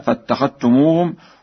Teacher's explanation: قرأ ورش بإدغام الذال في التاء هكذا: فاتخذتموهم، وبضم السين في سخريا هكذا: سخريا.